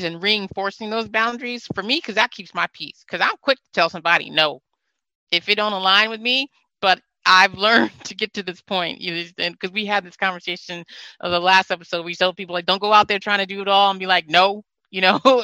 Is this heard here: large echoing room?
no